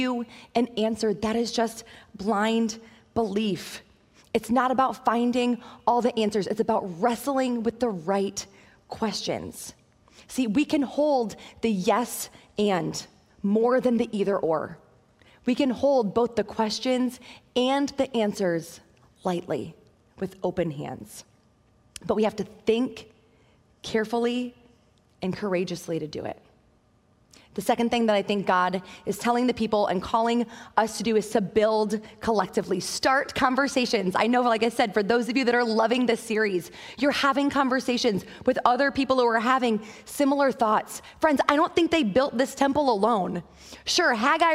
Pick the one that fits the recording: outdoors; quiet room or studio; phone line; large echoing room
large echoing room